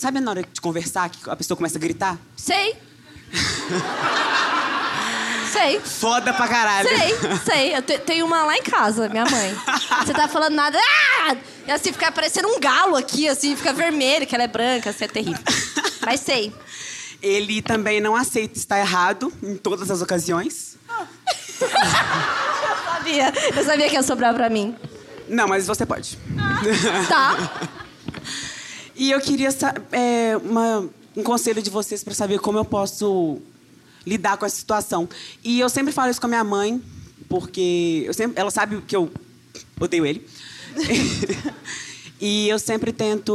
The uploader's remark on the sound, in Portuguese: Imagina ao vivo em BH.